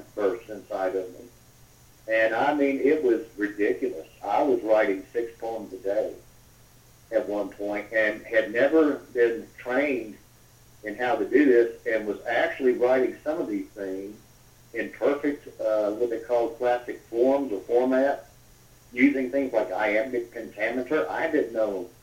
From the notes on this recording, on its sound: via a phone interview